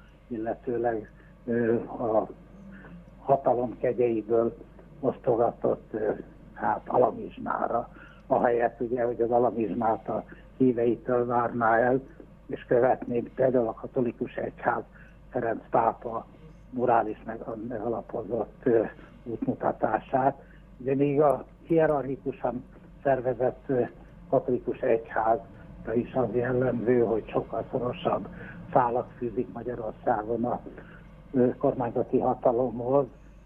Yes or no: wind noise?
no